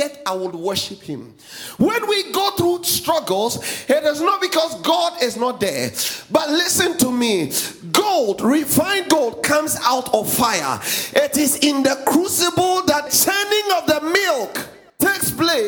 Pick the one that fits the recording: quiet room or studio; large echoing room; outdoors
large echoing room